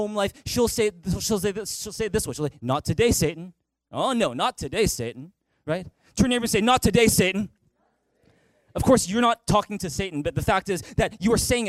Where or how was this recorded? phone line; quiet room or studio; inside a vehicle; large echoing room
large echoing room